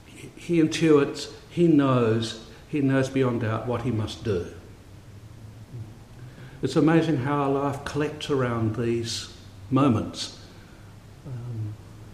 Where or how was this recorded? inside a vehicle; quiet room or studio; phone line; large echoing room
large echoing room